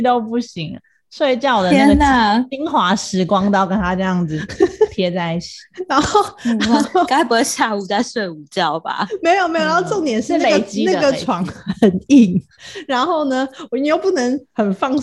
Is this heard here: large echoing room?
no